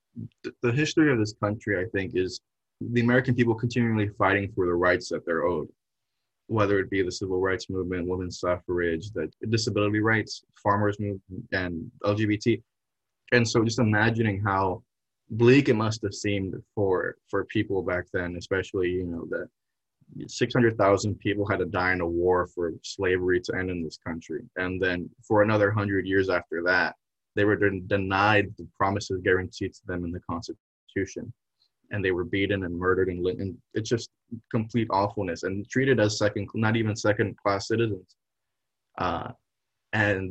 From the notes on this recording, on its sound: We Zoomed from his dorm room.